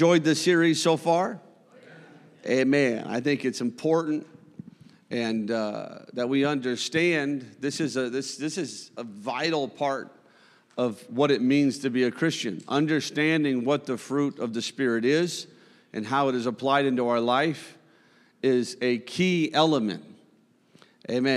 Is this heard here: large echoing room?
yes